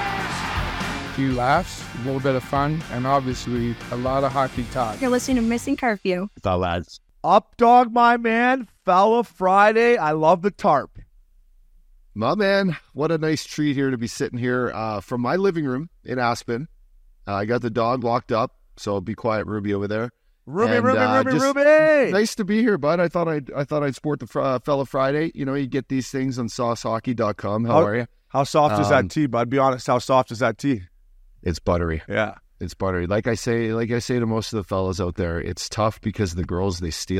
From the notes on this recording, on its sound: Recorded at DK Sportsbook at TPC Scottsdale